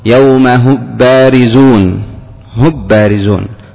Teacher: نعم، الإدغام المحض لأنك ستفقد غنة الميم لما تقول يوم هب بارزون، هب بارزون، تقلب الميم باء وتضغمها في الباء تفقد غنة الميم. فعدل إلى الإخفاء، الإخفاء تبقى معها الغنة في الميم وتتبين أنها ميم.